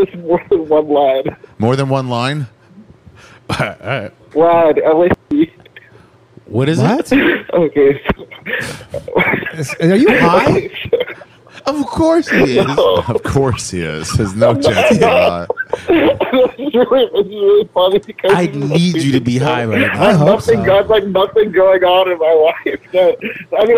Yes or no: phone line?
yes